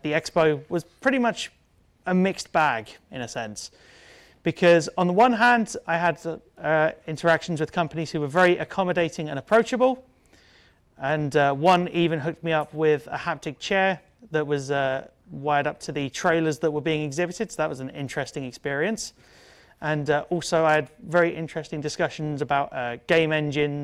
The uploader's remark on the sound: A talk at the 2018 Gaming Accessibility Conference